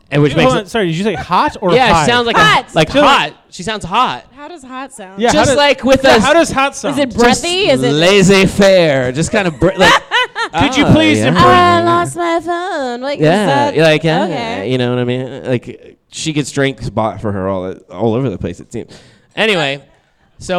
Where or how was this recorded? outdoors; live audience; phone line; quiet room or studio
live audience